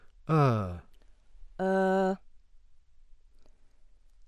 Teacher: the schwa, which is quite loosely defined, a mid-central vowel, normally unrounded